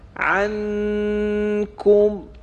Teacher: مثلا اخفای نون ساکن در نزد کاف